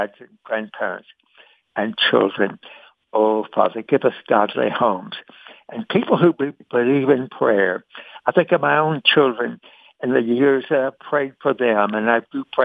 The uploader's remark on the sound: Today's Phone Guest